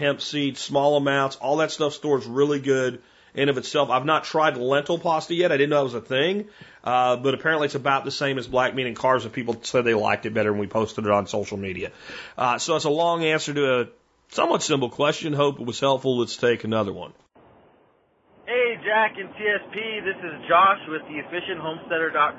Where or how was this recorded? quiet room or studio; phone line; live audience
phone line